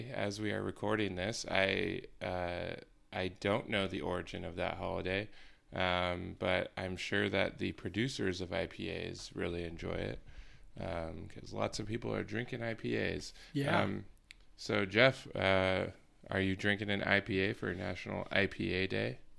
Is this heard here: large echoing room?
no